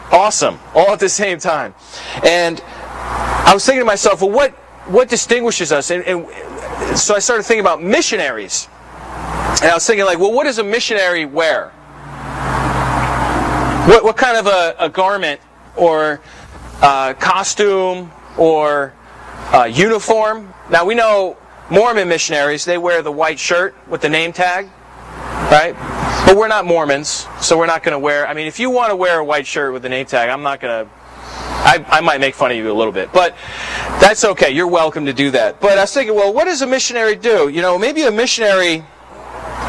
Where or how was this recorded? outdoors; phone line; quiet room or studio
outdoors